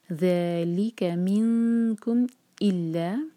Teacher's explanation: الا میں یہ دو سلیبل والا ورڈ، ای پر زور دیں گے